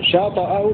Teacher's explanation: قرأ ابن كثير وابن ذكوان بتحريك الطاء بالفتح